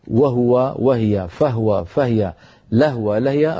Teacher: رواها قالون ساكنة الهاء تخفيفا، تسكن الهاء تخفيفا، وهذا تفعله بعض القبائل العربية، ورواها لنا قالون قرآنا.